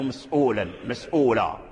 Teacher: مسؤولا، مسؤول السين ساكن صحيح، والهمزة بعد حرف الساكن، والواو من حروف المد حروف العلة، فمسؤول مثل القرآن كذلك هو بالقصر، بالقصر مسؤولا، يعني كل ذلك كان عنه مسؤولا، مسؤولا بالقصر، يعني ليس فيه التوسط